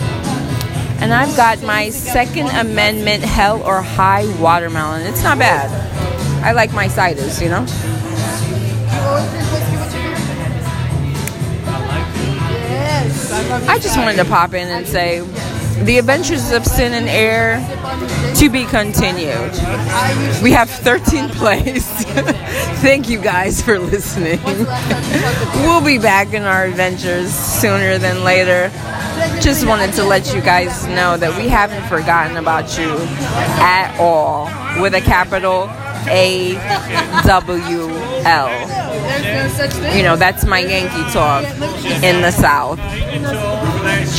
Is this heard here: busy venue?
yes